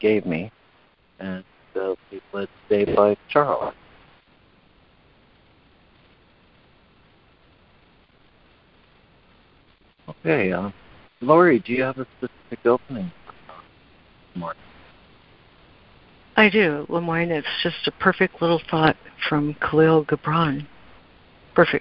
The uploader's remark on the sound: ACIM Daily Conference Call